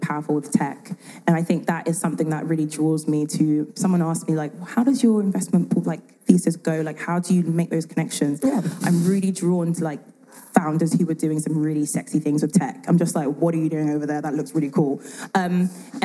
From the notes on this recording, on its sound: This episode was recorded live on stage at the Lead Today Shape Tomorrow Conference organised by Female Founders in June 2022 in Vienna.